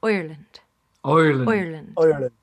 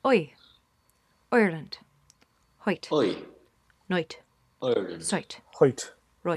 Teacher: in English, we say I, but in an Irish accent, we say oi